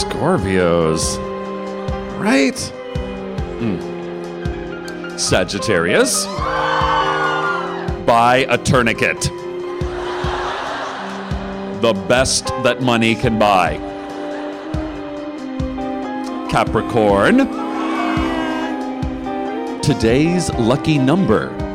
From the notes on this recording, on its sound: An excerpt from our recorded live show, "The Librarian," recorded live on January 16, 2015 at Skirball Center, New York, NY.